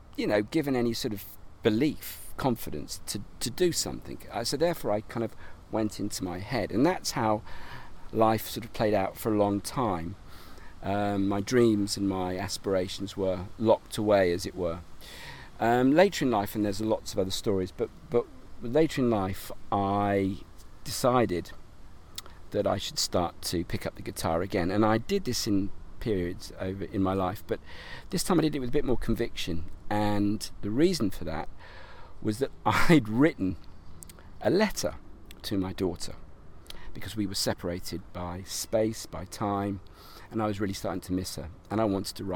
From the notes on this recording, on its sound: Live from Regents Park, London. Meet up again for a 'live' podcast discussion, this time in the woodlands of one of London's most central and beautiful parks.